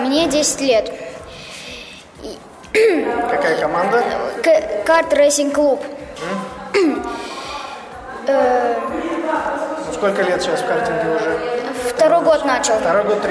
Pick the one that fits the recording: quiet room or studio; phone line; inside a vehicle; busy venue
busy venue